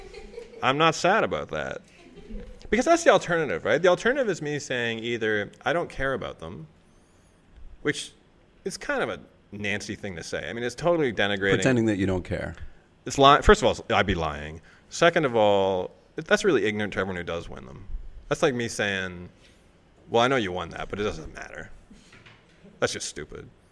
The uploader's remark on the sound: Live in Romania. Before a live audience in Bucharest hosted by the Romanian magazine Decât o Revistă.